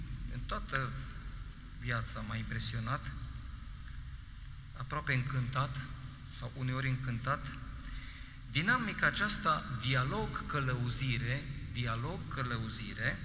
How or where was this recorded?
large echoing room